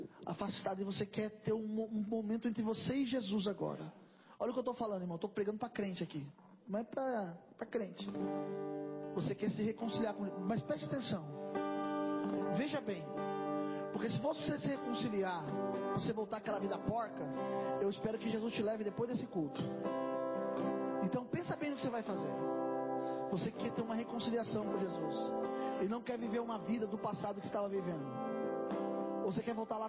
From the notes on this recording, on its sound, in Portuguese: Mensagem gravada em 21/05/2023 - Culto da Família